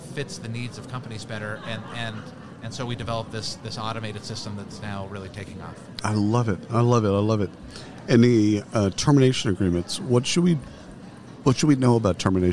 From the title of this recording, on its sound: Live from SHRM 2022